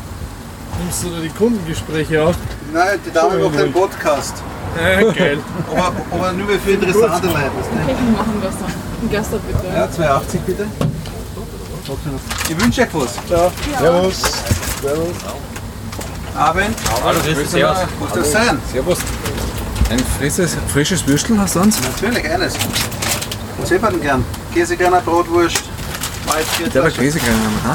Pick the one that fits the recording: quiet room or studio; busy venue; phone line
busy venue